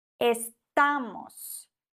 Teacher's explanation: Und bei Wörtern, die auf Vokal oder auf N oder auf S enden, wird die vorletzte Silbe betont. Das heißt, bei diesem Wort, das endet auf S, wird die vorletzte Silbe betont